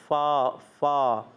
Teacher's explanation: اوپر کے دانتوں کے کنارے اور نچلے ہونٹ کے تر حصے سے ادا ہوتے ہیں · Term: فا کا مخرج